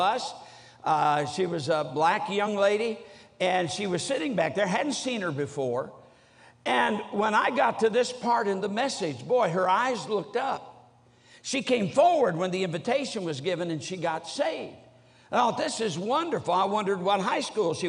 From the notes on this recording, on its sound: During the Tuesday Evening service of the 47th Annual Stewardship and Missions Conference on October 17, 2023, at North Valley Baptist Church in Santa Clara, California.